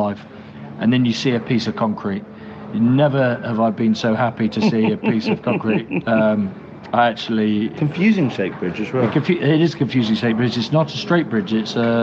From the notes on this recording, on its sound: Quick and dirty, recorded from Fairbanks (Alaska), Whitehorse, (Yukon) and Seattle Airport